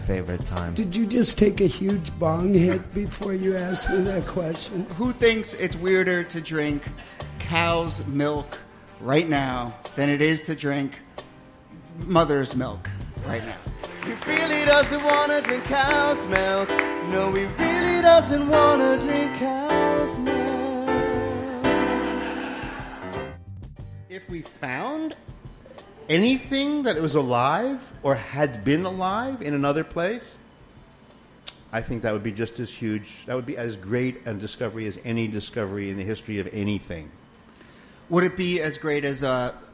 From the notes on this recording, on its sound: Over the last year, we did seven shows at Housing Works Books, with 22 special guests, and (we think) 63 audience members live on stage, asking questions.